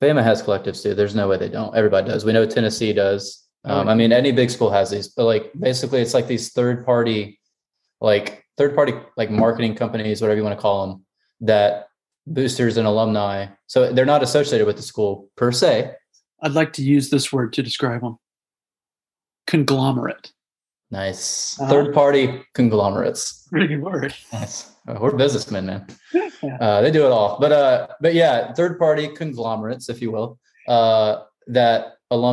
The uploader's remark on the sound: We have taken our talents to Zoom just with everything going on.